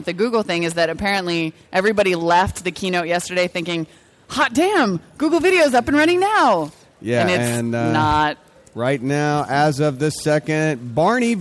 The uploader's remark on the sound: Special Saturday show from CES!